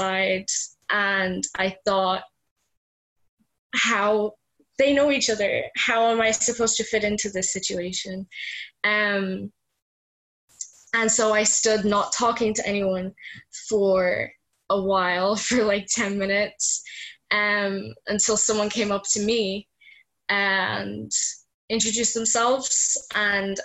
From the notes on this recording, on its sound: These stories were originally told at an online Zoom event.